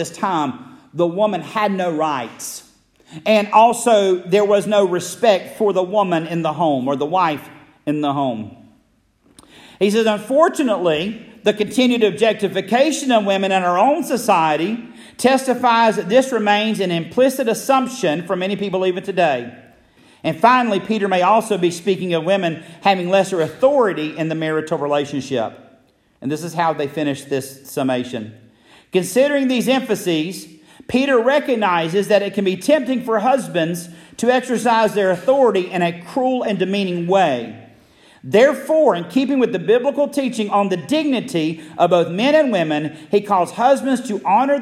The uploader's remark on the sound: Message originally delivered at Friendship Baptist Church in Metcalf, GA.